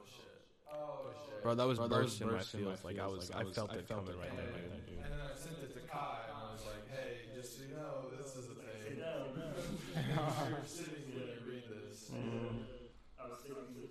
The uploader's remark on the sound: We know the audio really sucks, we got it dialed in afterwards.